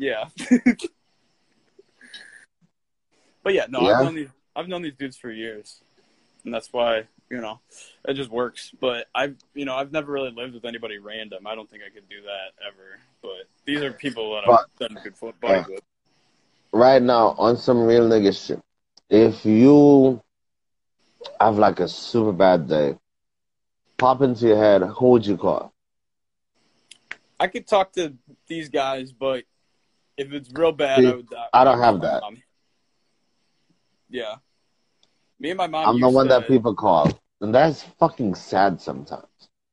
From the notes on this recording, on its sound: went live on Instagram